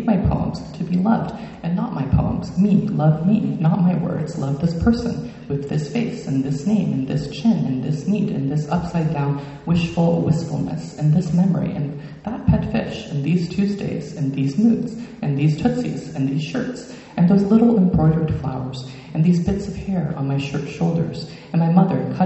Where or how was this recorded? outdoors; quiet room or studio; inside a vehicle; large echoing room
large echoing room